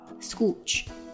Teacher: scooch, s k sk。对吧，这个 k 浊化成 g